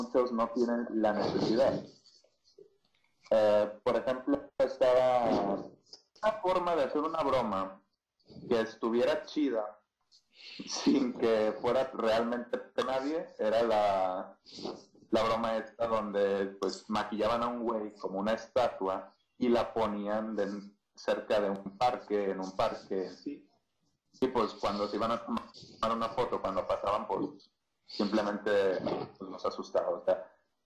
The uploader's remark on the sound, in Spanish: Lamentamos el Audio fallo